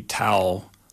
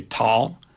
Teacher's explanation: kind of really distinctive thing with Pittsburgh is what we call monophthongization · Shown in: second take